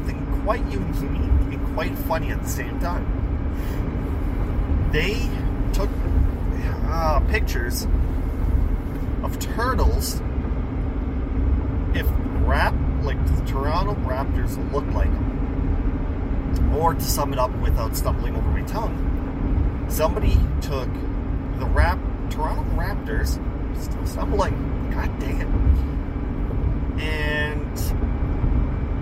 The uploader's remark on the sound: Of course I screwed up on the audio again because I had my FM modulator plugged in which cancels by microphone so there's going to be a lot of loud background noise.